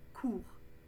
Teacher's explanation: Cours s'écrit avec un S au singulier et au pluriel que l'on ne prononce pas.